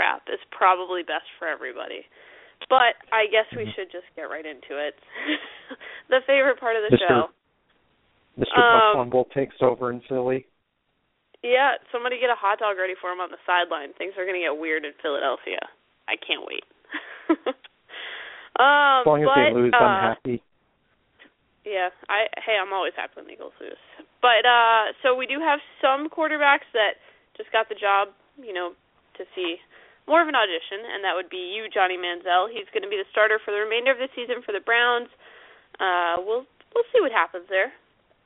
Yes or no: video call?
no